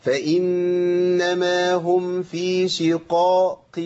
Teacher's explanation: القاف الاولى في اعلى مراتب التفخيم للقاف، والقاف الثانيه في الوسط في ادنى مراتب التفخيم للقاف، فلازم ابين الفرق بينهم.